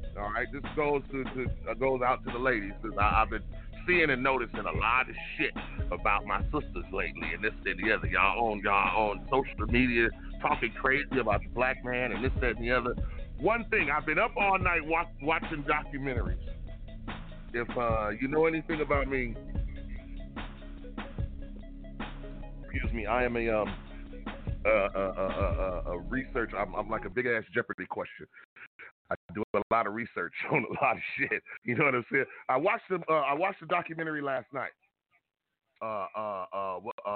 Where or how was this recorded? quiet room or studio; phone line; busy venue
phone line